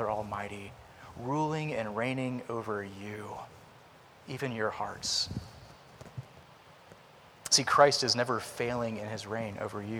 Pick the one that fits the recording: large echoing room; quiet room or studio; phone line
large echoing room